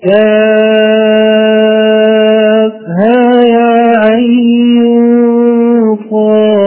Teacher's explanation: إذا قصرت المفصل أن تمد العين حركتين فقط، وسمي هذا المد مد مخفف لخفة النطق به نظرا إلى خلوه من التشديد، وحركتان من طريق الطيبات. · Term: القصر